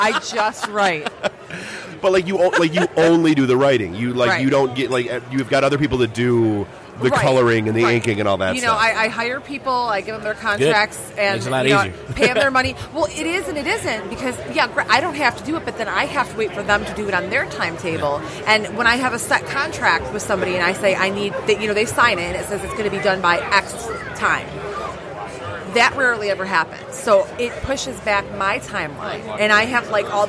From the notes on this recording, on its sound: Live from Astronomicon